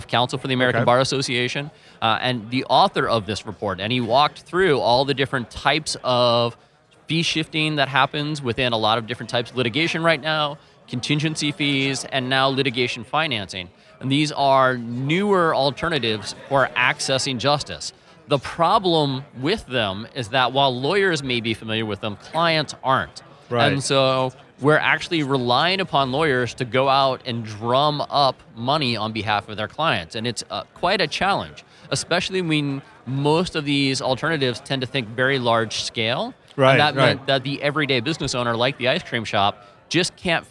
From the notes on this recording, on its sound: recorded at ABA TECHSHOW 2017